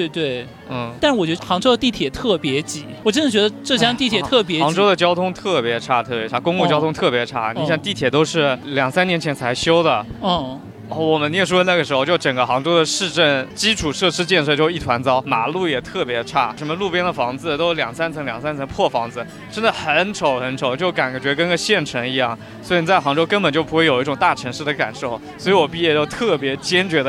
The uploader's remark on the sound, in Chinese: 今天的节目是在室外录制的，环境有一些吵，我们的音调都有一些高，请见谅。